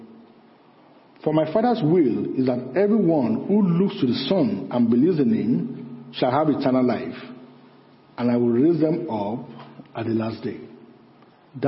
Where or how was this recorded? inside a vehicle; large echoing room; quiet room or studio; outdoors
large echoing room